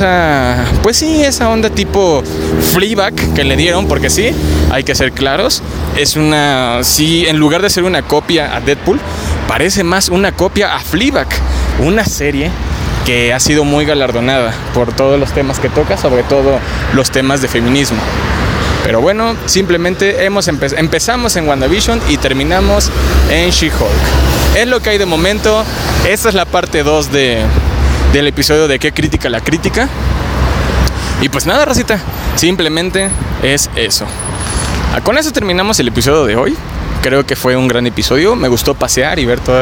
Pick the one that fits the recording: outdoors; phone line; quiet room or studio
outdoors